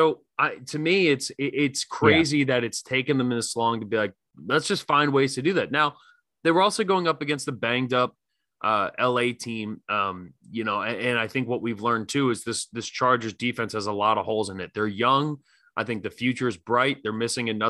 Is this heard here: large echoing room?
no